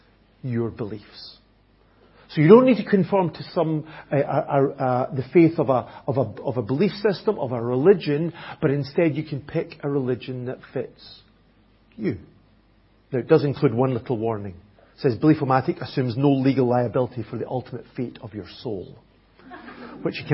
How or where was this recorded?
large echoing room